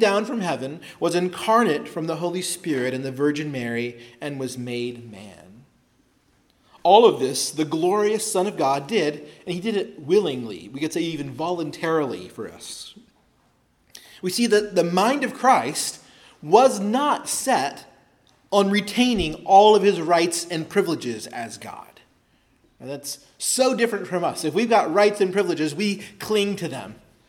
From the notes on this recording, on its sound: preached at Christ Our Savior Baptist Church on Sunday, December 24, 2023